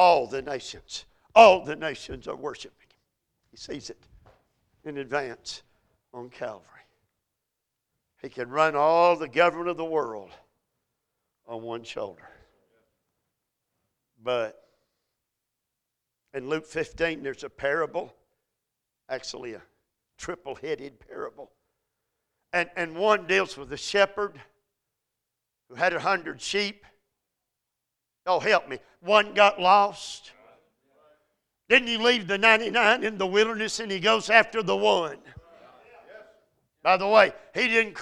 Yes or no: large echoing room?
yes